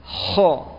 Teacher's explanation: naiknya pangkal lidah ke langit atas sehingga timbulnya suara menjadi tebal. · Term: isti'la